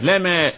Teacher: عشان أأكد على عدم تشديد النون، يعني الميم، يعني الميم خفيفة